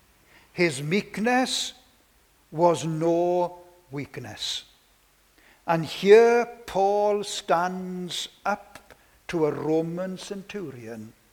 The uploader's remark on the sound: This sermon was preached on Sunday 19th September 2021